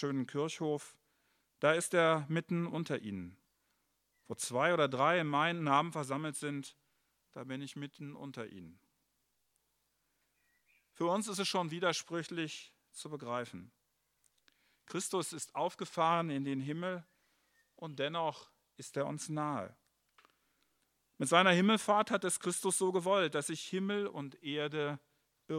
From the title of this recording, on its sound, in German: Gottesdienst Pauluskirche zu Christi Himmelfahrt, 13.5.2021 - Open Air